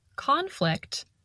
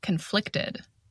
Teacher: And notice the different pronunciation between the noun conflict and the adjective conflicted. We stress the first syllable in the noun conflict, and we stress the second syllable in the adjective conflicted.